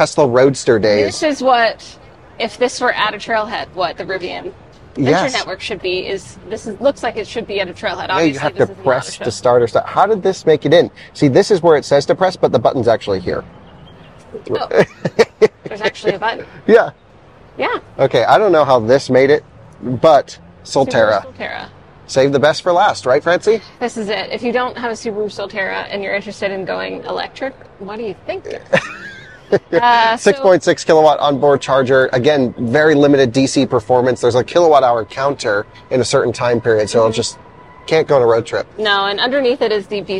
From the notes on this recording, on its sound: a walking podcast around the Chicago Auto Show